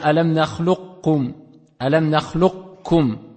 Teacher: La lettre Lam fusionnant avec le Ra et la lettre Qa fusionnant avec le Kef